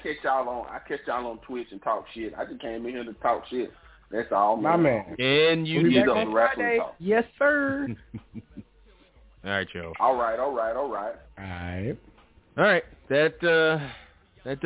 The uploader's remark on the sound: The ECC live show is back after a bit of a break. Live calls taken and more.